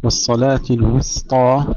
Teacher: إذن هنا ننتبه إلى والصلاة الوسطى، ترقيق السين، والصلاة الوسطى ترقيق السين قبل تفخيم الطاء